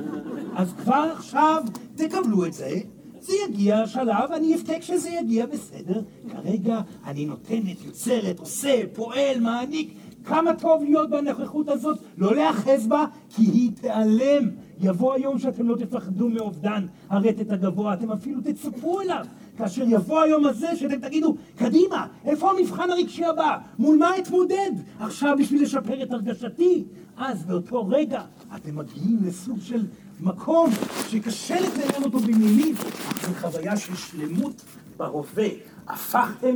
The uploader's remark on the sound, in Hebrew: פסטיבל נאטראז'. זוהי הקלטת מעגל חי בנוכחות תלמידים, הכוללת הרצאה וכן שאלות ותשובות.